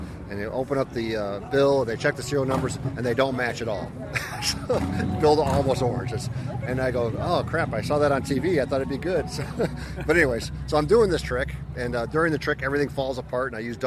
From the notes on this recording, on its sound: At last year’s “Magic at the Beach” convention in Myrtle Beach, South Carolina. Asked his friends and fellow performers to participate in a panel discussion. After the panel discussion, we hear from three more of the performers in an outside setting.